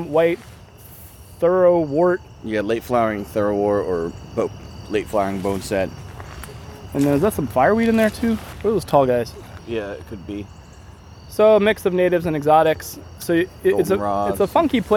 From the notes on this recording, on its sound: In this special mini episode, we take a page from the Field Guides and record a full episode outside at one.